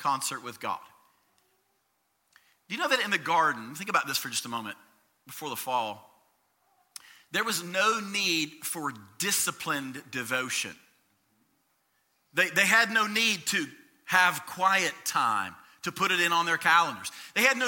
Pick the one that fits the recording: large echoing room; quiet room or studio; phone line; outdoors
large echoing room